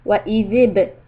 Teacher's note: The letter zal, tip of the tongue has to come out with a kasra, soft. Wa'izib and ba qalqala, and then we have a mad, mad munfasil.